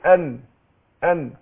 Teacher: طرف اللسان في اصول الثنايا العليا · Term: النون مظهره